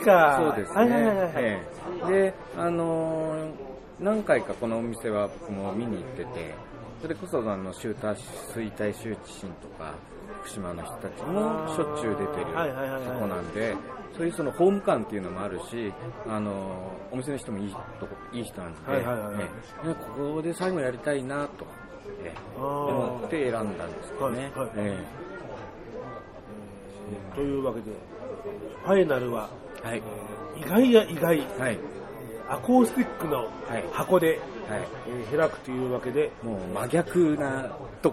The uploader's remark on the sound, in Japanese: ライブイベント「脳内革命」。場所／ ACOUSTIC LIVE BAR 36°5 (東京・幡ヶ谷)。